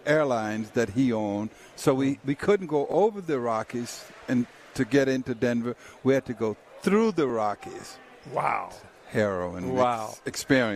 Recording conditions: busy venue